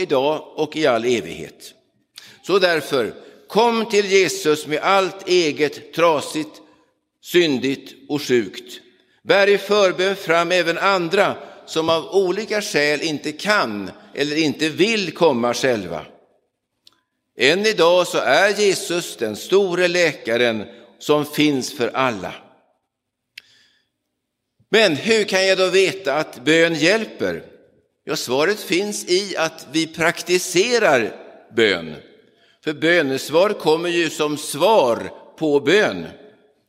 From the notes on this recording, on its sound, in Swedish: Inspelad i Roseniuskyrkan den 9 oktober 2022.